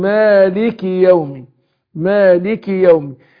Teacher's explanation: الكاف بتخرج من اقصى اللسان